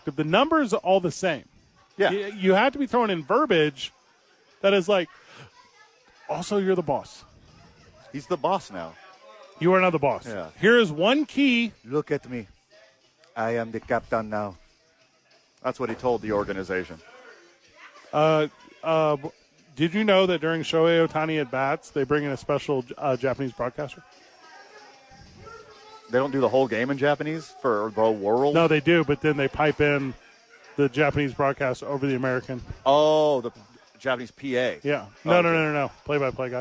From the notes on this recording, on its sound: live from ABQ AXE